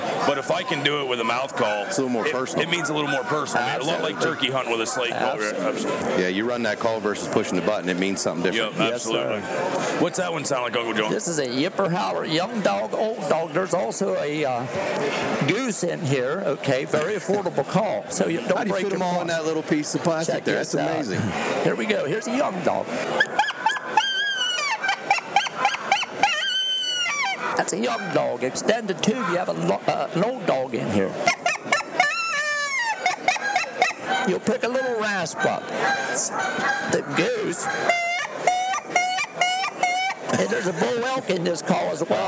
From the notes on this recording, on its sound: We are live from the Great American Outdoor Show 2018 in Harrisburg, Pa. Lets go down to the show floor.